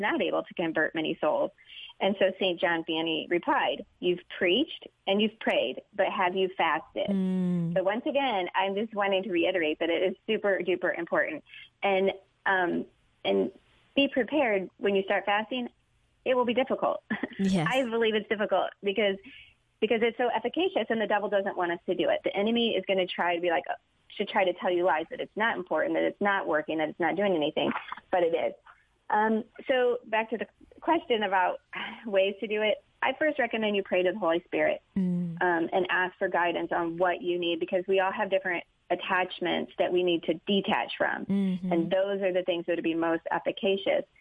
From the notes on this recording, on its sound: Met by phone.